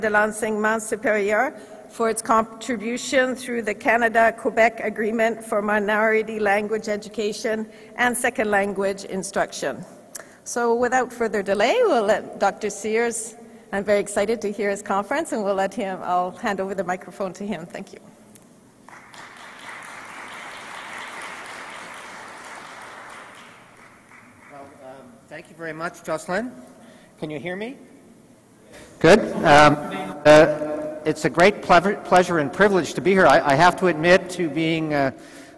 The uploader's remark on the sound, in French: Conférence 301 du colloque 2016 de l'AQPC, à Québec.